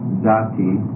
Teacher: that first syllable is getting closed with a short vowel on it